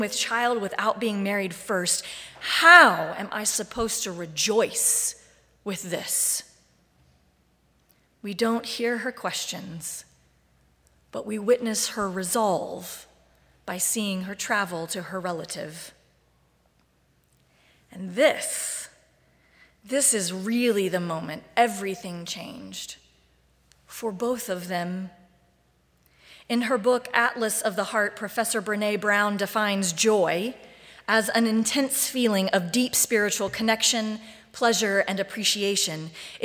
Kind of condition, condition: setting, large echoing room